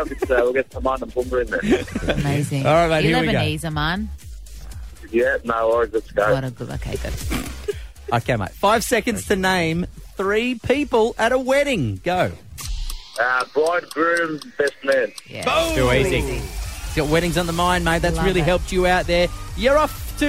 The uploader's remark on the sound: We are broadcasting live from Westie Wednesday